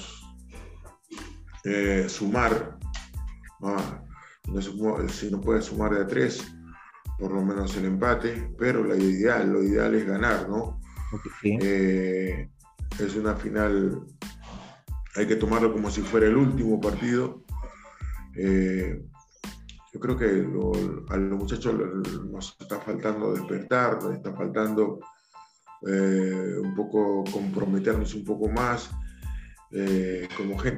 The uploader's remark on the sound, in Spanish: nos concedió una entrevista vía Zoom